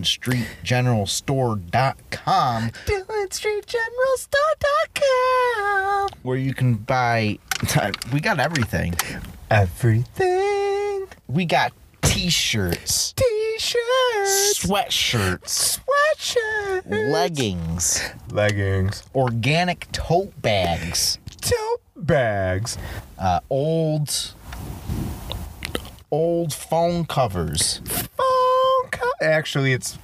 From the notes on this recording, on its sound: This episode was recorded at Cheshire Lake in the car.